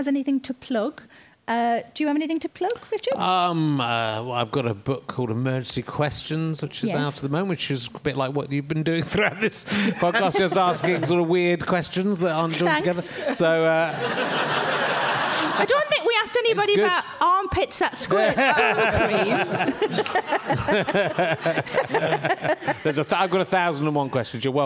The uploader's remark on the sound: This gigcast is from our one gig of the year. This episode was recorded in front of a live audience at Leicester Square Theatre in November.